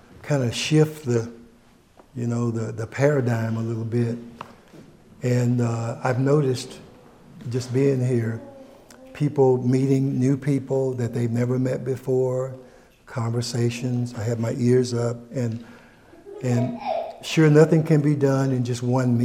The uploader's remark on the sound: takes unexpected questions from the audience.